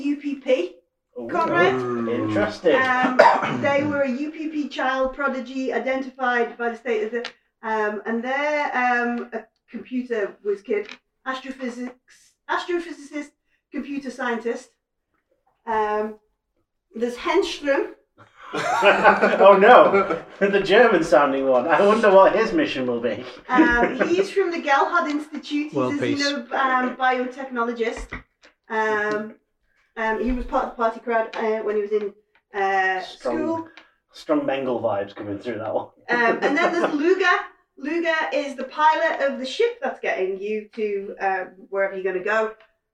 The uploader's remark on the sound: The audio in this podcast is not the best, we've not done in person recording since 2020, it will improve for session 2.